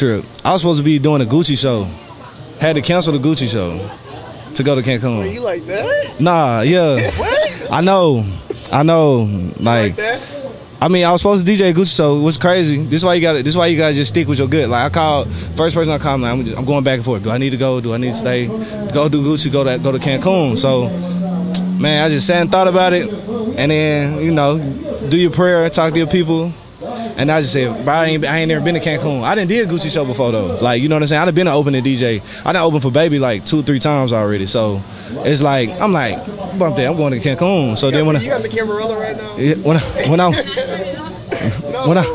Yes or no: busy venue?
yes